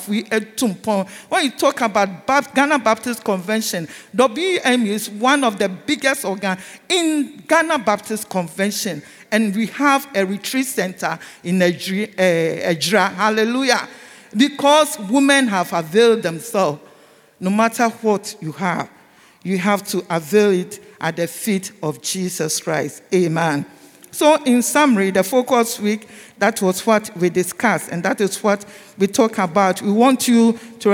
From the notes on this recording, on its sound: Sermon preached at CBC Shiashie Campus